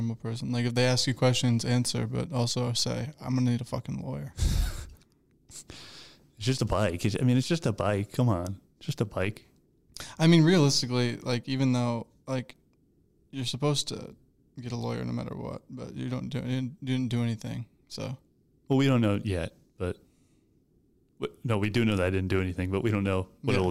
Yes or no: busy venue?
no